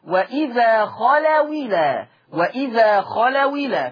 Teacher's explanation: الواو الساكنة تحركت بحركة الهمزة فأصبحت واو مكسورة، هكذا خلوا الى مع حذف الهمزة، ويسمى هذا الحكم بالنقل.